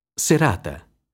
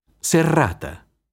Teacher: R, vibrante alveolare semplice, doppia R, vibrante alveolare geminata